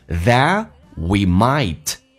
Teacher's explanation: that 的 T 去掉，略音，后面是以辅音开头，只用发后面一个，前面不发音